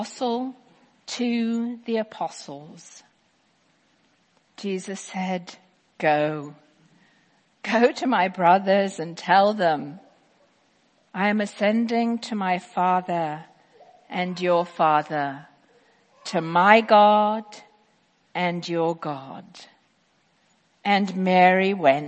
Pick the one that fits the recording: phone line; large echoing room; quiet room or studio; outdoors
large echoing room